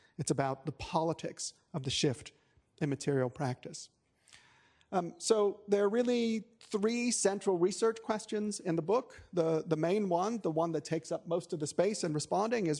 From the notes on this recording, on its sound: This recording is from the Sydney Environment Institute's launch